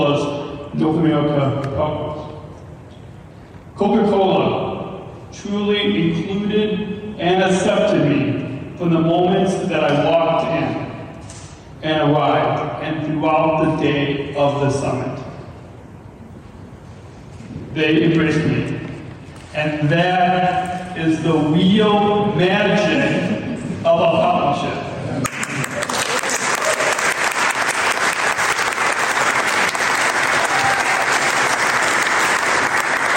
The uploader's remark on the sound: Speaks at a Coca-Cola Luncheon, Recorded From Berlin, Germany.